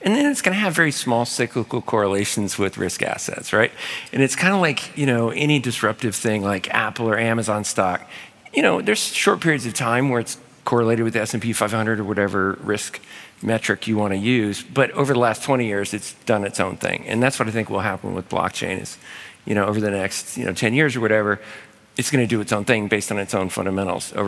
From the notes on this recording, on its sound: In this special episode recorded live at SALT NY.